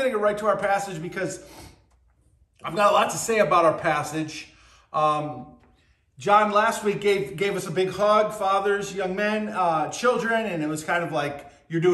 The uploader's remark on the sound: BCC Virtual Worship. At Burlington Christian Church on June 18th, 2023.